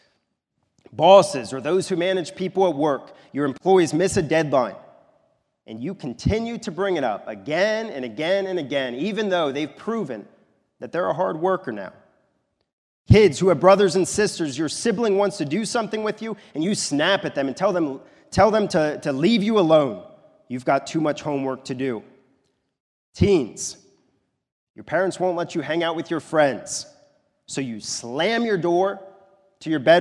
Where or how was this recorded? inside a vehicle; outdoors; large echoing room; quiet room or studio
large echoing room